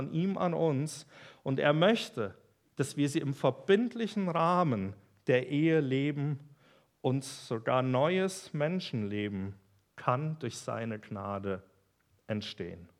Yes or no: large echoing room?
yes